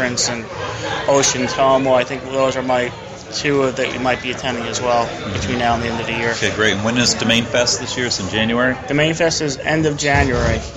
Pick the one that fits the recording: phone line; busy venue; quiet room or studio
busy venue